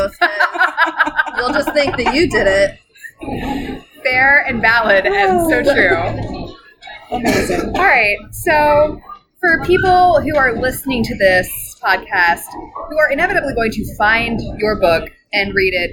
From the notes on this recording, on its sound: sorry for the audio - this was recorded live in a local brew pub